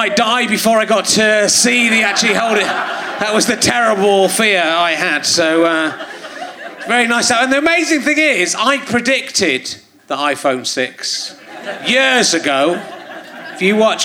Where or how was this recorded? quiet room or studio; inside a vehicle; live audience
live audience